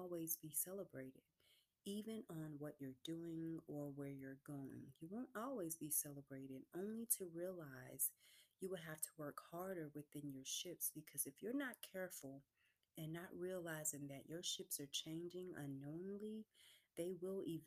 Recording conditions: uneven or low level